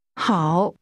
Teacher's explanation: Did you pronounce that with a falling, rising tone?